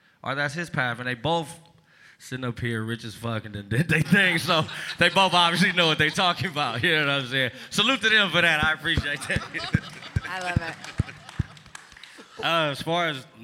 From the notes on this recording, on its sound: At the conference (on stage) I told people what I was going through and honored my friend.